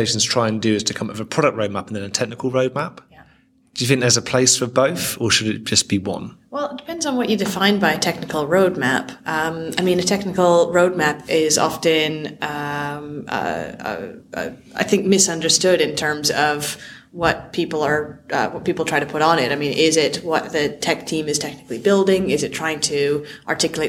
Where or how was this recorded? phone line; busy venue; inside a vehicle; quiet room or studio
busy venue